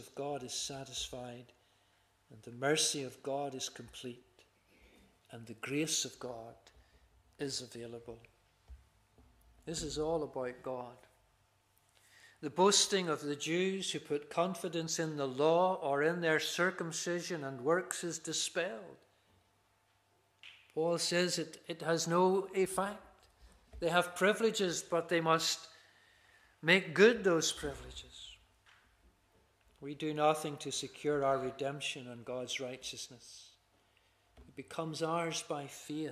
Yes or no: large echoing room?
yes